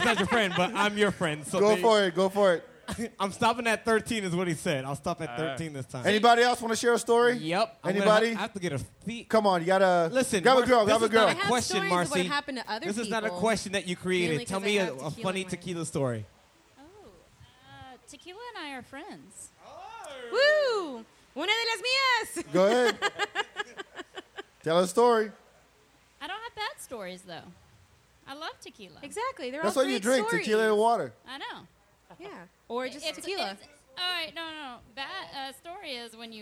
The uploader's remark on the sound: Live At Holy Mountain